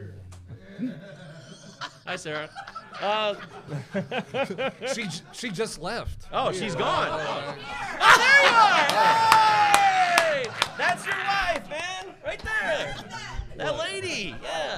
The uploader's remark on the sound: First Pitch Arizona 2023 LIVE SHOW! The first ever Pallazzo Podcast live show went down at First Pitch Arizona at the beginning of November. This recording probably doesn't do justice to the video or to the energy we had in real-time at the Sheraton in Mesa, AZ.